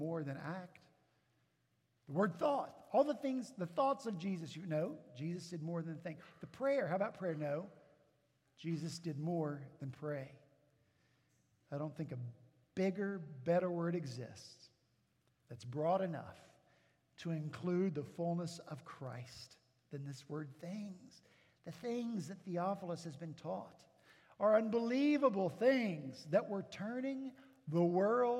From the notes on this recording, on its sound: At Redeemer Presbyterian Church in Charleston, SC